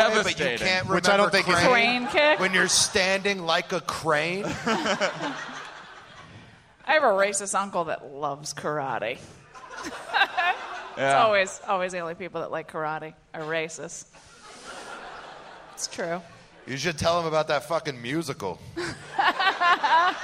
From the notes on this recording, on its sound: Live from the Tempe Improv in Tempe, Arizona